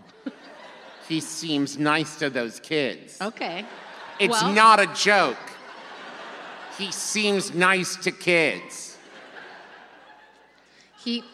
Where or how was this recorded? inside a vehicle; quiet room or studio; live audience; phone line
live audience